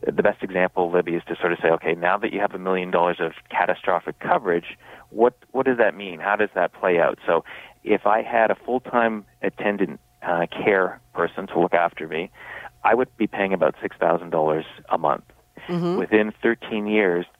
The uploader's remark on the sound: We'll take your phone calls too.